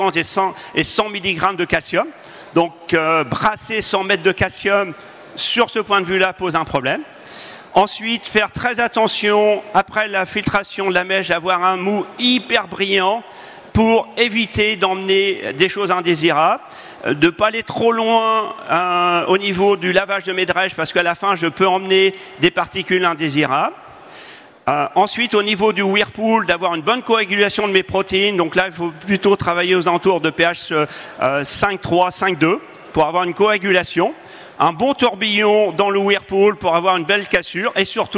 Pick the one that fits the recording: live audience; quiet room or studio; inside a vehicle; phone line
live audience